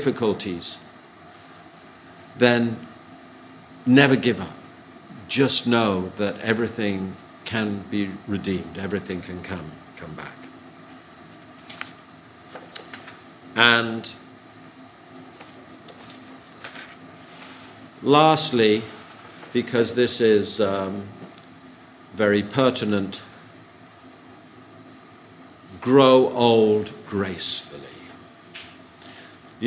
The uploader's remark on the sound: Audio from a sermon in Hatch End